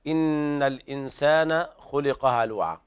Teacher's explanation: قرأ حفص بتحقيق اللام، وهنا لام التعريف حكمها الإظهار